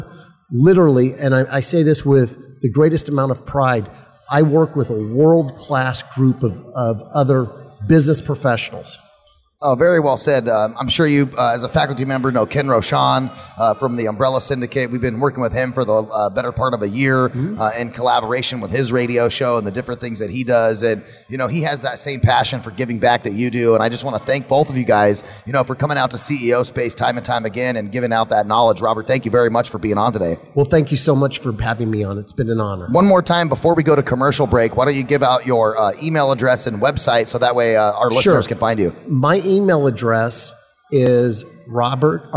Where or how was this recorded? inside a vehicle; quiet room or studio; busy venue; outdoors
busy venue